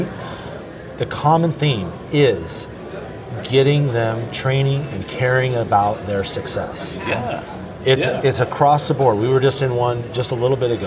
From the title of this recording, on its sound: ASOG Podcast LIVE - Ratchet & Wrench Management Conference 2021